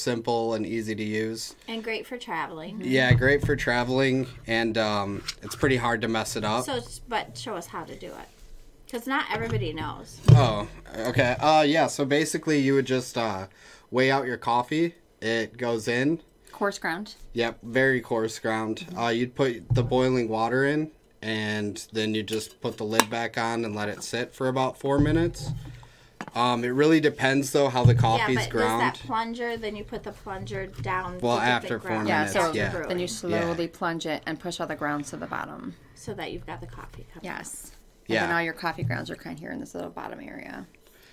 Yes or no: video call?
no